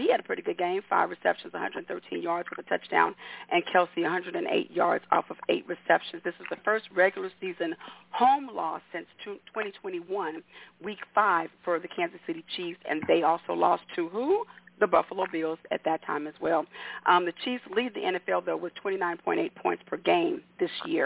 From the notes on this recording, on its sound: your phone calls